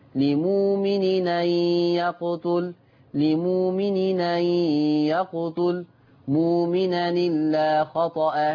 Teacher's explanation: طبعا لمؤمن لا يخفى علينا الإبدال، الإبدال معروفة تبدل بواو مادية، لمؤمن مش لمؤمن، لمؤمن. ثم التنوين التقى مع الهمزة، طبعا معروف لدينا حكم النقل تحذف الهمزة وتتنقل حركة الهمزة للتنوين